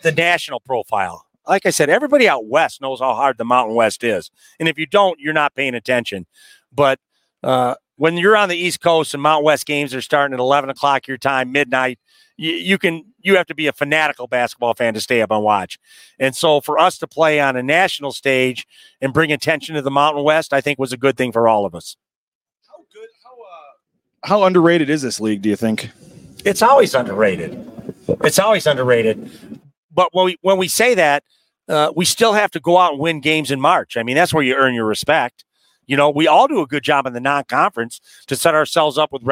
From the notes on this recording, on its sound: LIVE at Resorts World in Las Vegas for Mountain West Basketball Media Days